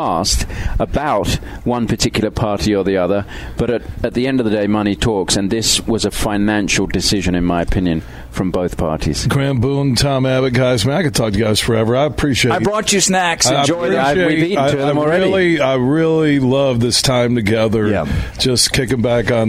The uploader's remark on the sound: We're broadcasting live from the Blythefield Country Club which is home to the Meijer LPGA Classic.